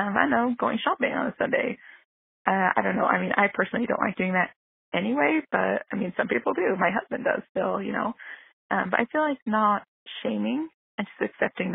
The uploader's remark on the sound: I am so grateful for each of these people who called in to share their thoughts and perspectives on a topic that isn’t always easy to talk about.